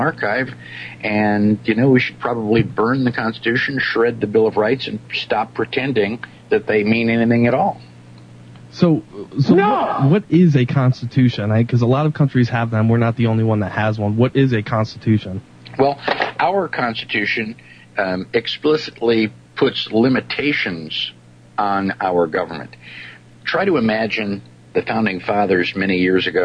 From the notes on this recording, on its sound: We take phone calls